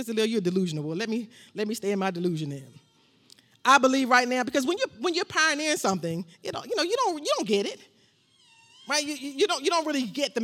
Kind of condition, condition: setting, large echoing room